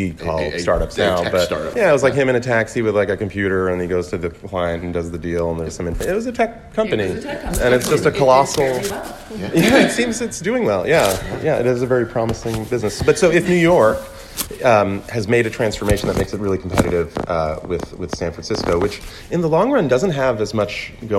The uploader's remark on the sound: At the 2019 South by Southwest